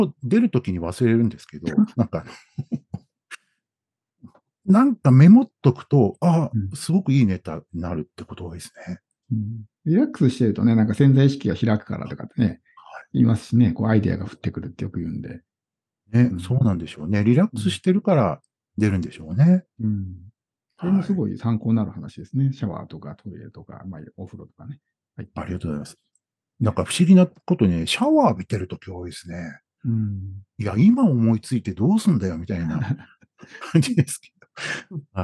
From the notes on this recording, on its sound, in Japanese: JPC９月コーヒーチャットにて収録。ZOOM収録のため音質は良くないです。